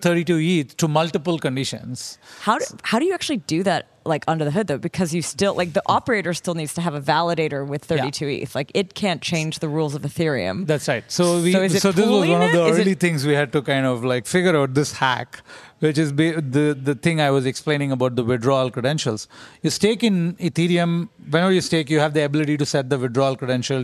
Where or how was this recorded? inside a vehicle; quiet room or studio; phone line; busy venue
busy venue